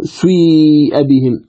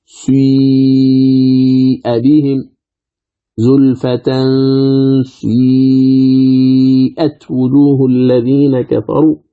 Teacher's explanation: فنأتي بجزء للضم يكون هو المقدم والأقل، والباقي للكسر وهو الأكثر المؤخر · Shown in: second take · Term: الإشمام